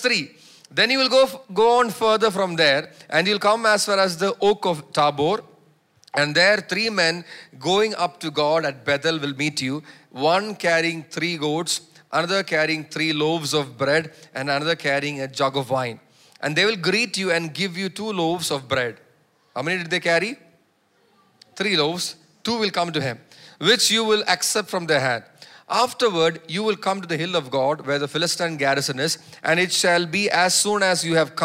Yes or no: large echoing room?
yes